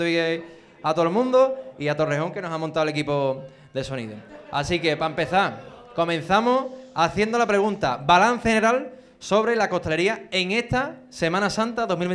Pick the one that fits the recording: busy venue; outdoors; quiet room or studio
busy venue